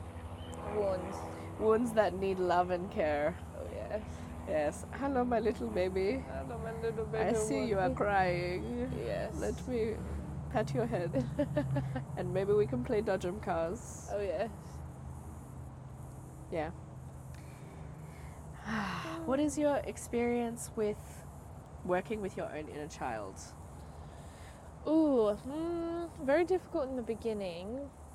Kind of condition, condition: setting, outdoors